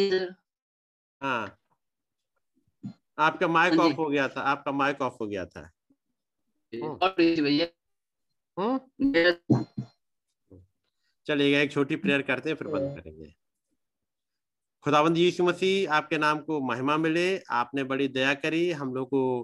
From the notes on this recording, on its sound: Arunachal Pradesh. Zoom Meeting.